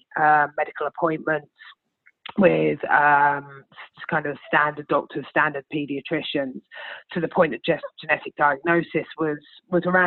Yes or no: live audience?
no